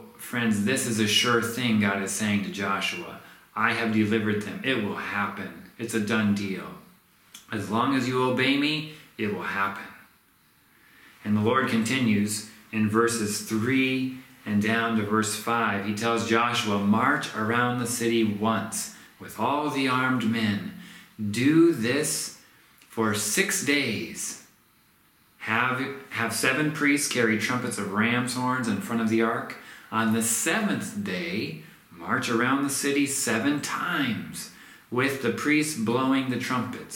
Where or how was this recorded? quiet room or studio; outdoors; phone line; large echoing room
large echoing room